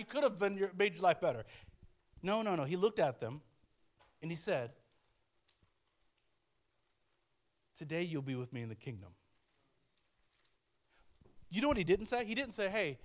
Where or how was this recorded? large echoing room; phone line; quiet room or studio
large echoing room